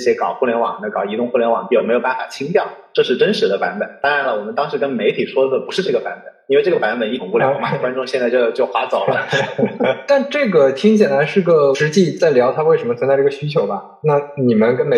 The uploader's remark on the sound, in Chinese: 本期收音环境不佳，建议尽量公放、或将耳机音量调低一点点收听。